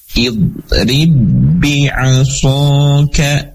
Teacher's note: maka ba yang pertama tidak lagi dipantulkan, tidak idrib, tapi langsung masuk ke dalam ba yang kedua ya. · Term: idgham mutamatsilain